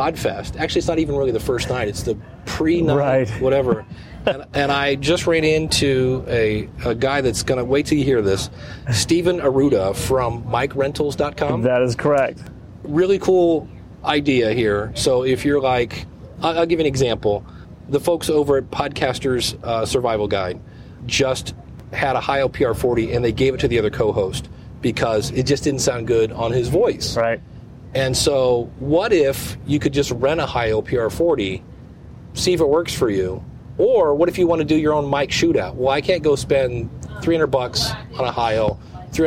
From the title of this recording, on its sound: Live From the Floor of Podfest